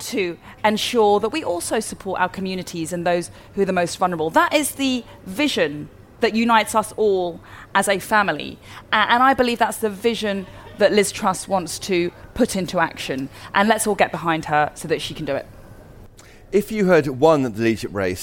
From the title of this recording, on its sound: Live from CPC